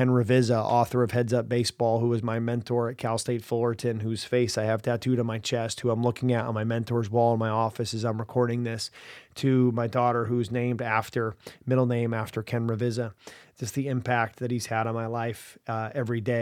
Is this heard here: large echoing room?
no